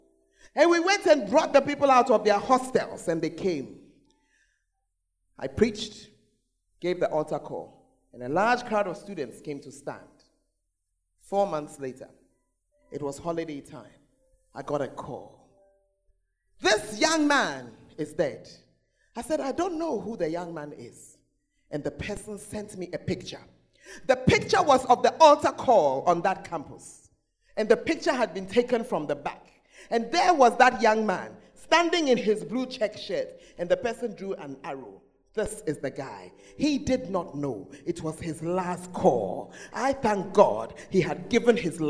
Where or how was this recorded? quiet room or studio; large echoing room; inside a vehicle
large echoing room